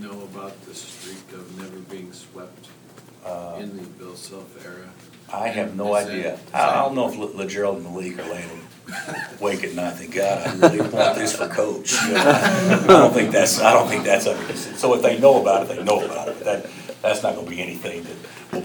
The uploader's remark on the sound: Press Conferences & Post-Game Interviews.